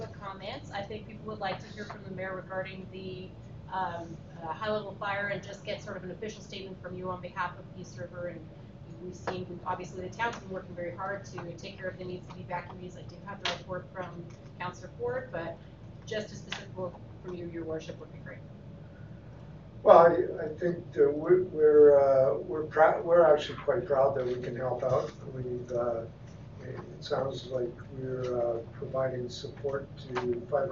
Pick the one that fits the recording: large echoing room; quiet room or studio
large echoing room